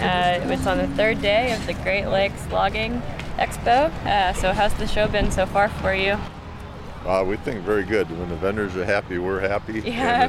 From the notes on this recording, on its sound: takes a recorder around the annual Great Lake Logging & Heavy Equipment Expo in Escanaba, MI